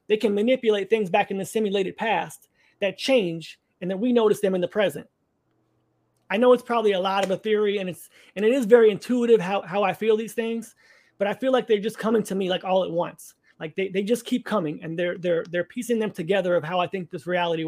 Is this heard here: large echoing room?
no